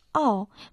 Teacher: Первый иероглиф «ао» произносится в четвертом тоне.